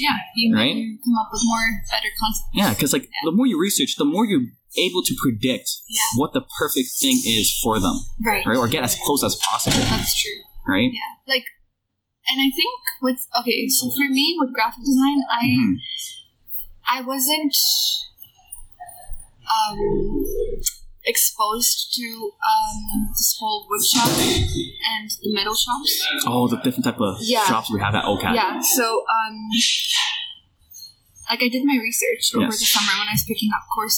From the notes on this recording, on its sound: Super Sorry about the sound quality, we couldn't get a nice room so we just did it on a table in a study area.